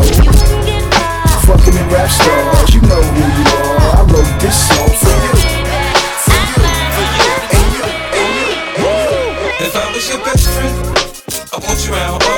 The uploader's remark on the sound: Festac NYC. Live Audio From Link Up Thursdays.